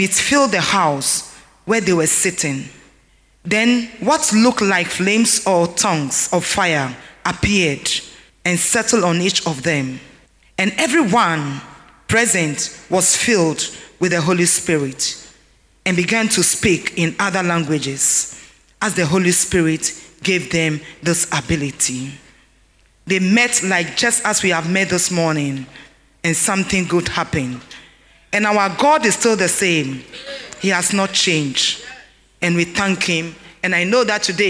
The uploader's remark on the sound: Sermon preached at CBC Shiashie Campus